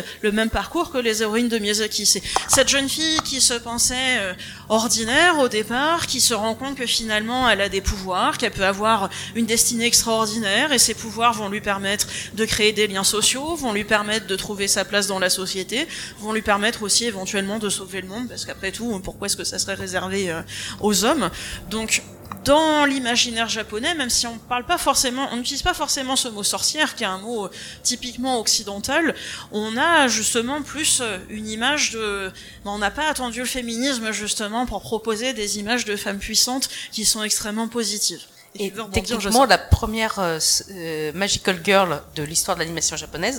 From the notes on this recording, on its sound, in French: Les voix des Livres salon Imagibière table ronde. Le replay de la table ronde d'Imagibière organisé par la Brasserie de l'être à Paris.